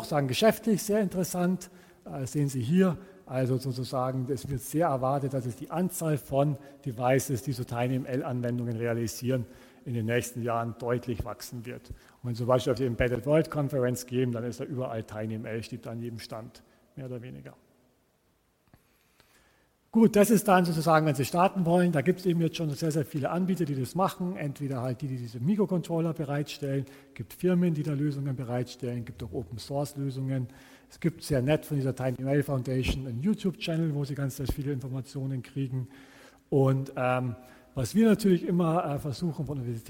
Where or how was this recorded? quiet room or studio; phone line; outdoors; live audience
live audience